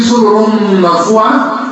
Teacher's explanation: تنوين بعده ميم الميم إدغام بغنة